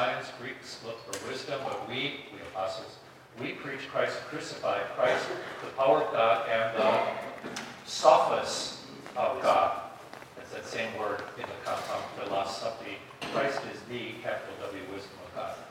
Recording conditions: live audience